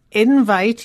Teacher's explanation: invite here is a noun with the stress on the first syllable